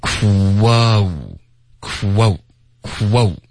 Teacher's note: 这个音节的开头和结尾都是嘟嘴的一个形式